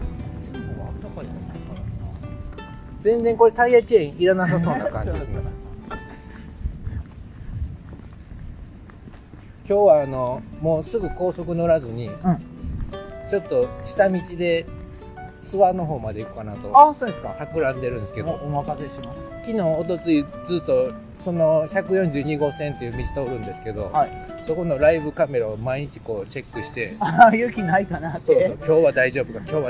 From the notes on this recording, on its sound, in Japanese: 雑音をBGMにどうぞ。